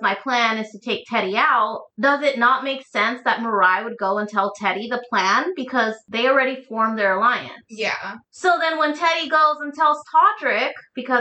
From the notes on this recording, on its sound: We had some technical difficulties when recording this episode so apologies on the sound